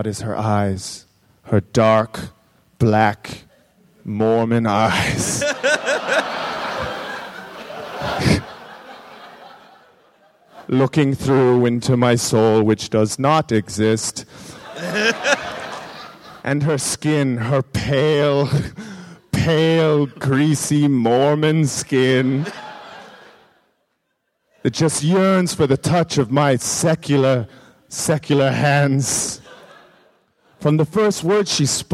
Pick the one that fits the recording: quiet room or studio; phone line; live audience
live audience